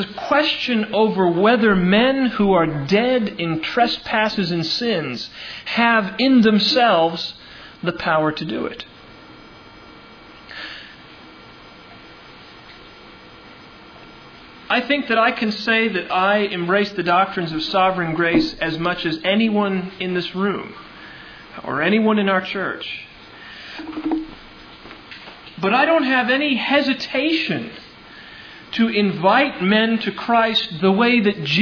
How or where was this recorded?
large echoing room